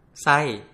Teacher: The high falling tone starts high and moves down to your normal speaking voice.